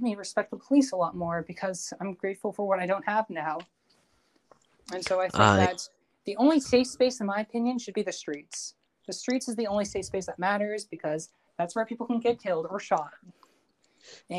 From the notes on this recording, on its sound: due to interruptions and some recordings not going all the way through this was the best I could get